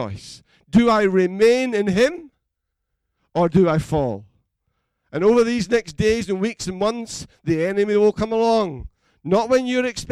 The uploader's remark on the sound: Recorded at freedomcentre church, Preston on Sunday 22nd March 2020